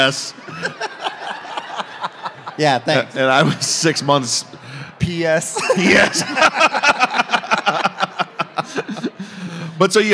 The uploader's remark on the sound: LIVE from Las Vegas! On stage for a special live show at CrimeCon 2022.